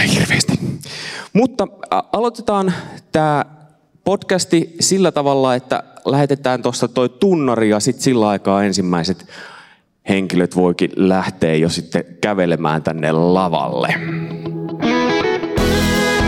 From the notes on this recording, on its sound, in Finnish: Missioforum -tapahtumassa Kansanlähetysopistolla Ryttylässä 2.9.2023 yleisön edessä äänitetty jakso.